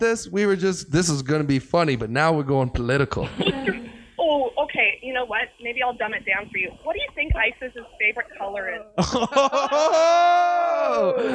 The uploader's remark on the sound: We decided to try out the phone lines and call up some clearly surprised friends and family